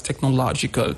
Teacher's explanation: On the syllable low, we have this stress.